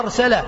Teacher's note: الراء من الحروف المتكررة، الراء تكرار الراء وطرق الراء في سقف الحنك